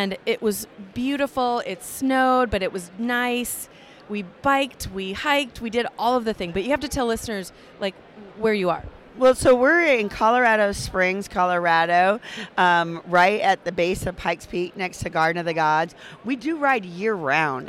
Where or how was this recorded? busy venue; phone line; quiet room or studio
busy venue